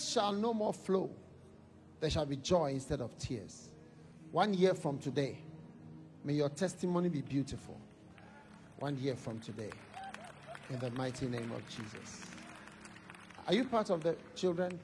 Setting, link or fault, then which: setting, live audience